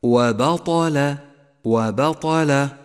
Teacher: وأخيرا اقرأ كلمة وبطل وبطل، ولاحظ كيف جاء حرف الطاء المفتوح المفخم بين حرفين مرققين الباء واللام وبطل، فالباء مرققة والطاء مفخمة واللام مرققة